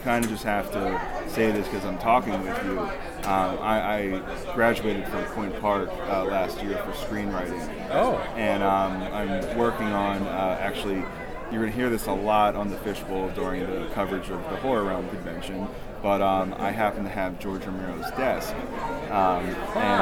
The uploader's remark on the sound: Live From Pittsburgh's Horror Realm Con